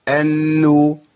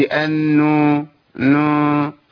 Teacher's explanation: انو، ما اقولش انو نو، لان الحركه ما فيهاش غنه، الغنه في النون، اول ما اخرج من النون واخش على الحركه خلاص ما فيش عندي غنه · Shown in: first take